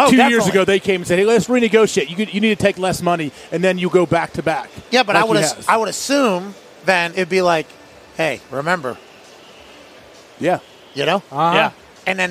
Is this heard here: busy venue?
yes